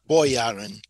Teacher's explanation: сейчас в английской делают чаще ударение на первый слог